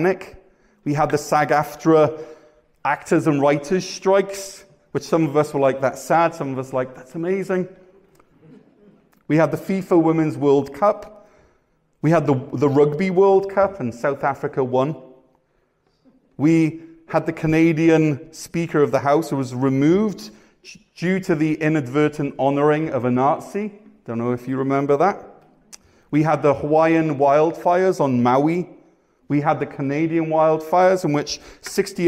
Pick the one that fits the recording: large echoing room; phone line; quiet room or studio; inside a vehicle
large echoing room